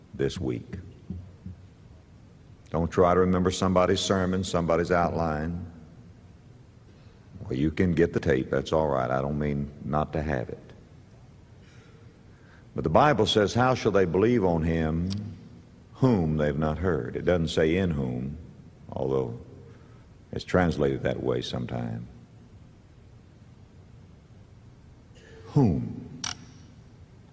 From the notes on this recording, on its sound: preached at Bellevue Baptist Church in 1990